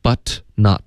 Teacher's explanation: but not 两个特音都省略 but not 然后 not 的特省略的